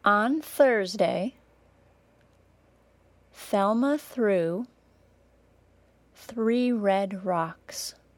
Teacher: Since we've already studied the unvoiced TH sound, let me bring attention to a particularly difficult sound combination for a lot of people. The unvoiced TH sound, then the R sound. If you have a tendency to tap your tongue, you will probably find that this is quite difficult to stop doing in this combination.